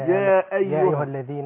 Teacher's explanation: خد بالك أنا حقق الهمزة